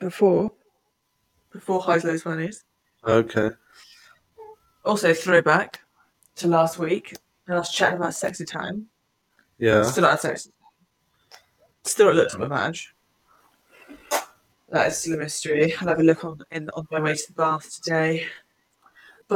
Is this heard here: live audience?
no